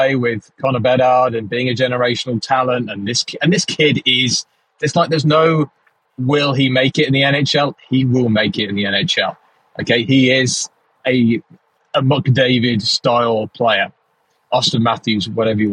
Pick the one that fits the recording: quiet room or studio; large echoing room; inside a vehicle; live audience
inside a vehicle